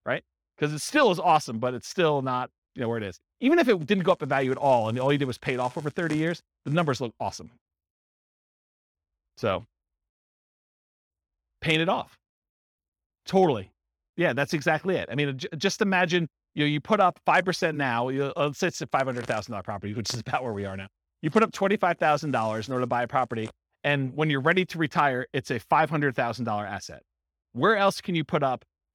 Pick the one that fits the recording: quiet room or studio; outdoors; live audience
live audience